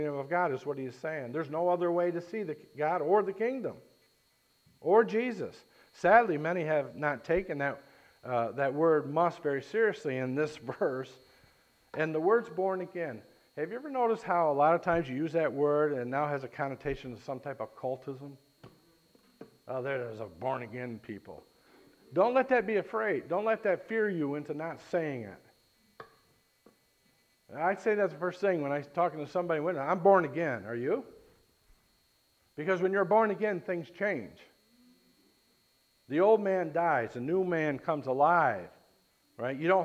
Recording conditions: large echoing room